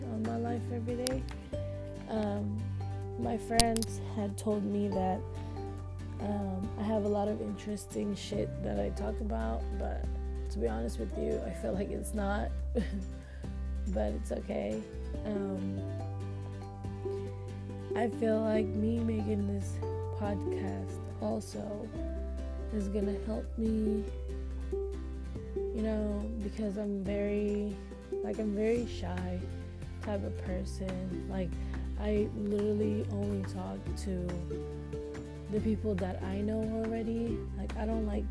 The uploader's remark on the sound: sorry for the “ztztzt” noise im using my earphones thats why but its only going to be for this episode